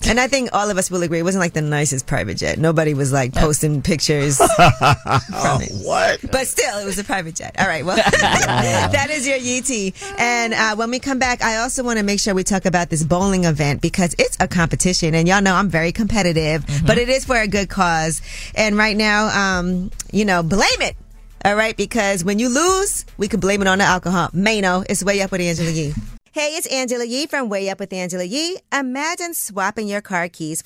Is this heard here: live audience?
no